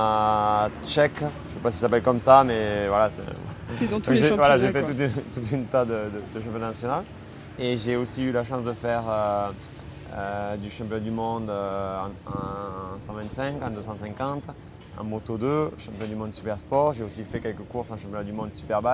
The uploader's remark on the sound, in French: enregistré au circuit Carole lors de l'étape du FSBK qui s'est déroulée sur le Circuit Carole en août dernier